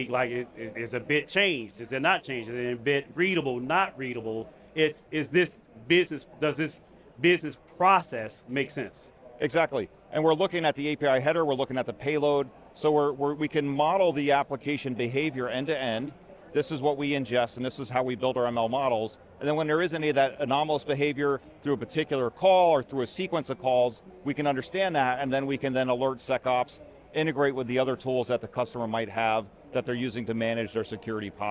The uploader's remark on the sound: Recorded at VMware Explore 2022.